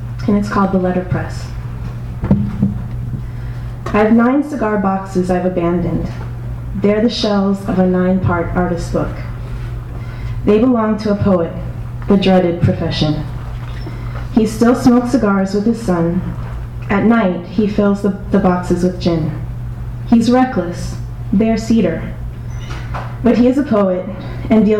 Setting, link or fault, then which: setting, live audience